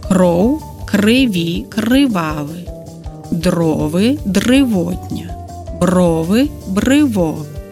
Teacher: Не падпарадкоўваюцца аканню словы са спалучэннямі ро-ло, якія чаргуюцца з ры-лы.